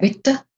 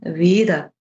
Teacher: Also Konsonanten sind Mitlaute, die werden in diesem Fall im Mittelbayerischen geschwächt, also weicher ausgesprochen. · Shown in: second take · Term: mittelbayerische Konsonantenschwächung